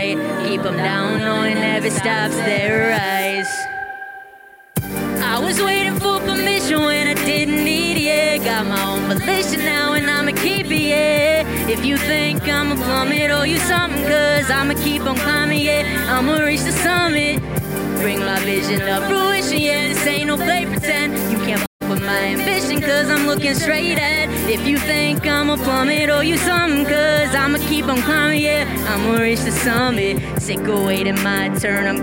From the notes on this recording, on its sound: LIVE at Bub's Lower Level. With a live concert recorded on the day of the debut of her latest album. Decided to hold a celebratory party and concert at the basement level of Bubs Brewery.